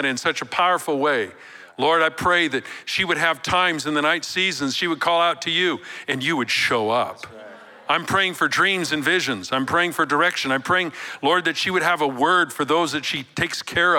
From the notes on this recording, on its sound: Recorded live at Capital Church in Meridian, Idaho